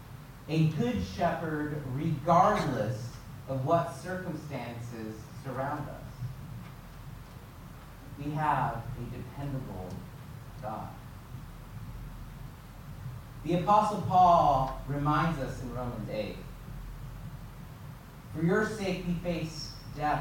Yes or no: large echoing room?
yes